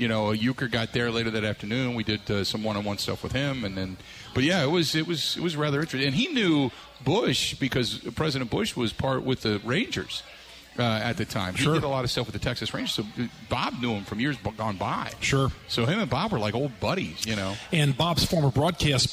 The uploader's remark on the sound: joins him live at Steny's